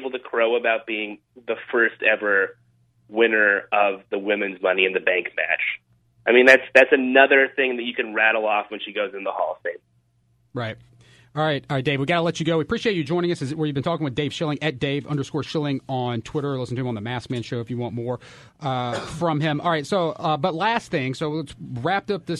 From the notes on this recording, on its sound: The guys take your phone calls!